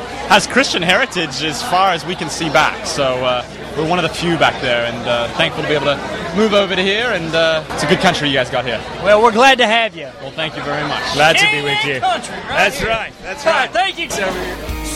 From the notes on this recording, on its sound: K-Love Music Fan Awards Red Carpet Interviews – Nashville, TN.